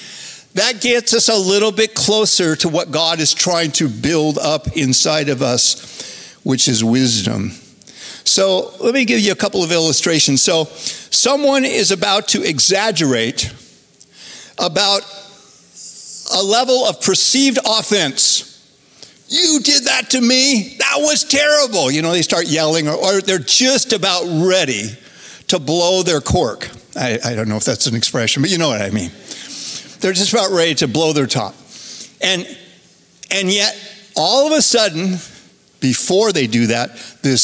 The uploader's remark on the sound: Recorded Live at Capital Church in Meridian, Idaho